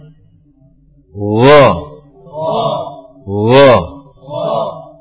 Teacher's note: Makhrajnya ujung kerongkongan. Adnal halq. · Term: huruf wain